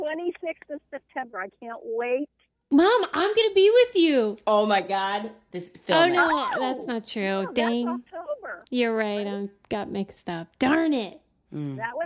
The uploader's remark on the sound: enjoy this phone call